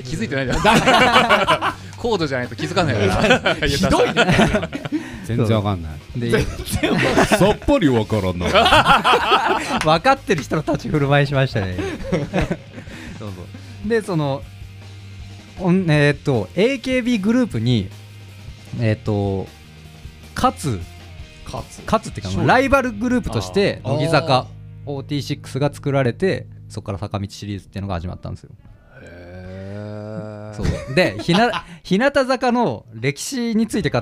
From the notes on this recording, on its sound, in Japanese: 初の公開収録の模様をお楽しみ下さい。